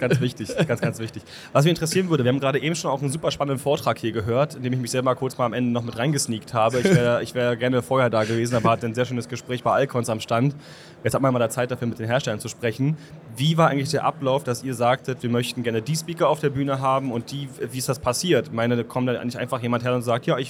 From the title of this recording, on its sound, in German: Community Podcast live von der Leat Con2023